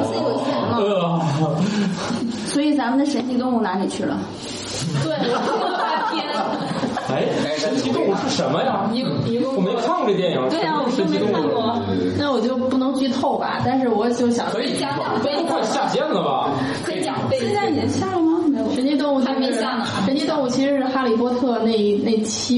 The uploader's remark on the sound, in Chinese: 本期节目在玉米实验室办公区用录音笔录制，可能有街道上的杂音，请见谅。